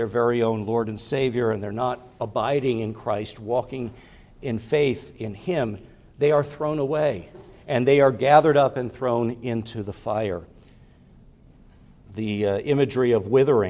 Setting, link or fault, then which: setting, large echoing room